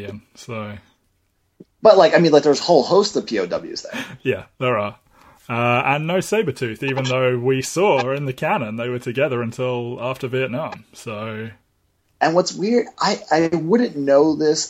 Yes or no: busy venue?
no